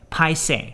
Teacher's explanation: So kind of like a rising tone and then a falling tone.